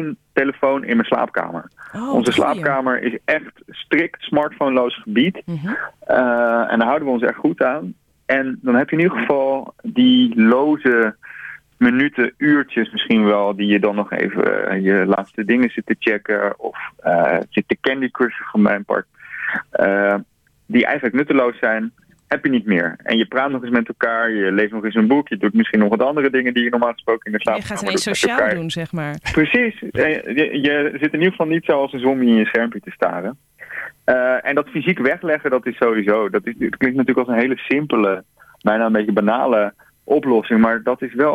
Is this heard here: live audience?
no